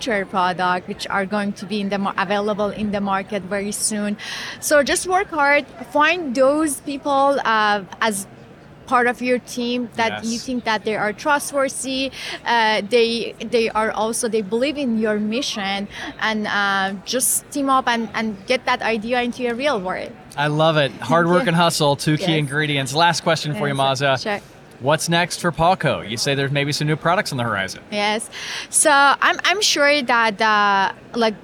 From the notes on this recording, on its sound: during the Rally Innovation Conference in Indianapolis